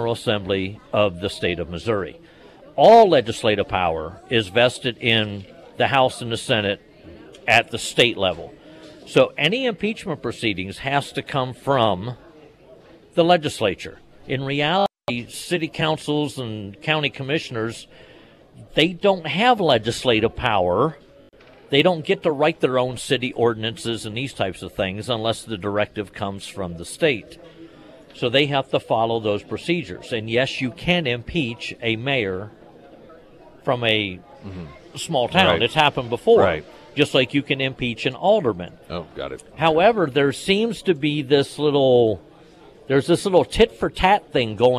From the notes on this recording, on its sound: live at Scramblers Diner.